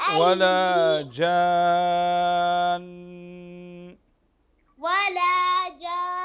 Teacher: المد اللازم الكلمي المثقل بمقدار 6 حركات